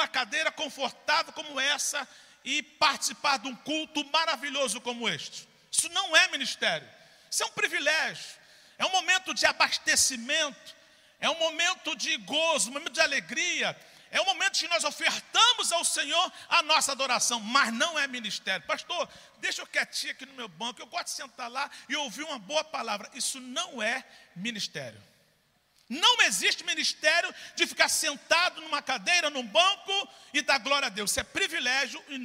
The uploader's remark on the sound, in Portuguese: CULTO DA VITÓRIA AO VIVO